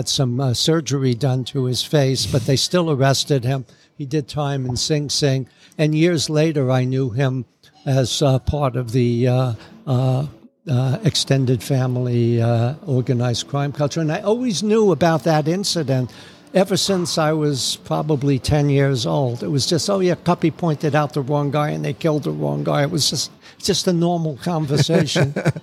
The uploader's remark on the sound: Recording from The Lemon Tree Café & Market in Las Vegas